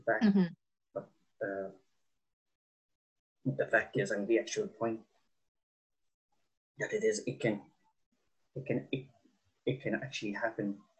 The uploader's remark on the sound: over Zoom as she tells me her story